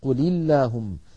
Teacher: الساكن الأول اللام الساكنة من فعل الأمر قل مع اللام من اللهم، فحرك الأول بالكسر فصارت قل اللهم.